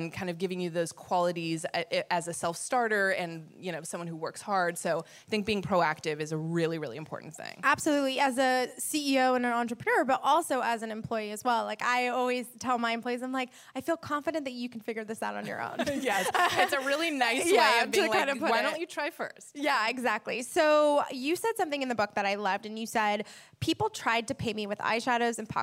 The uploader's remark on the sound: Live from the WorkParty Tour